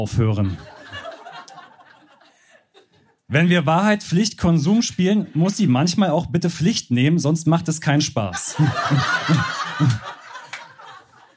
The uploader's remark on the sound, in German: Von unserer Show vom 23.04.2023 im Berliner Monarch. Heißen Dank an den Monarch, unser tolles Publikum.